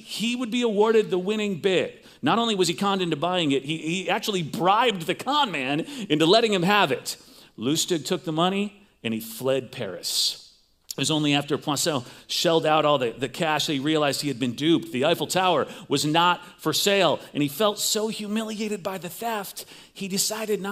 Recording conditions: large echoing room